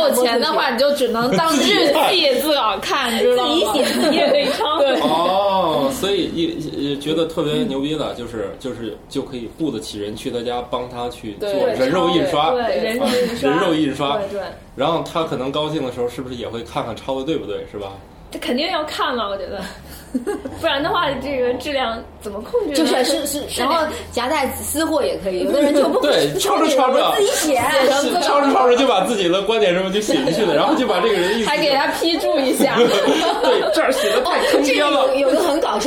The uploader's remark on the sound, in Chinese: 本期节目为在张大妈办公区用录音笔录制，可能有街道上的杂音，请见谅。